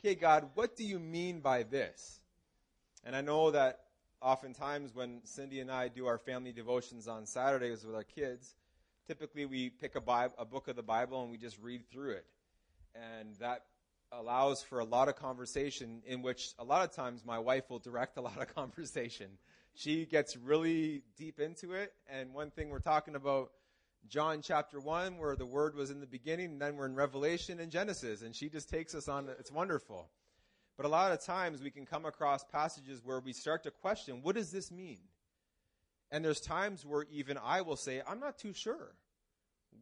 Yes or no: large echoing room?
yes